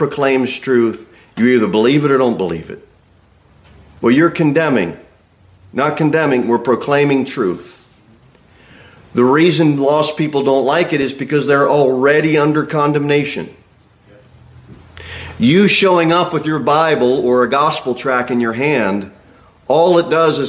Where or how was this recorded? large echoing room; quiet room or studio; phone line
large echoing room